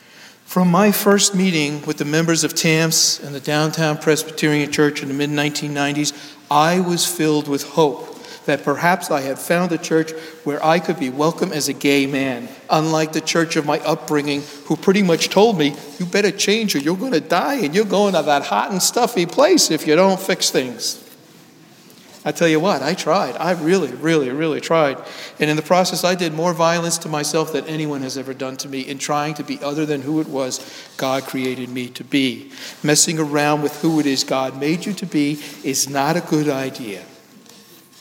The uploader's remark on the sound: Sermon delivered at Downtown United Presbyterian Church Rochester, NY